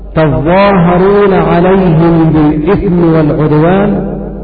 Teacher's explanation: بإدغام التاء الثانية في الضاء بضاء مشددة